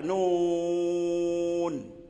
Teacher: من حروف العلة، أي حروف المد، والحرف الآخر يكون منها ساكن، فيمد مدا لازما مشبعا